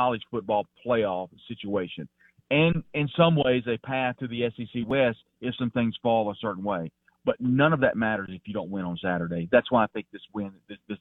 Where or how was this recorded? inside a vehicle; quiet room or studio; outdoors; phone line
phone line